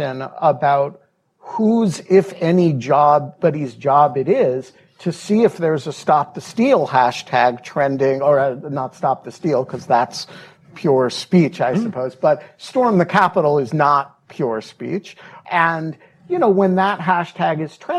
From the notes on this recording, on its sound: Gave a speech at the Brookings Institution. Sat down for a Q&A, both between them and with the live audience at Falk Auditorium at the Brookings Institution.